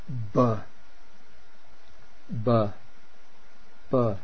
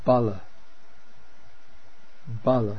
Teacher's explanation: Okay, the voiced labial, b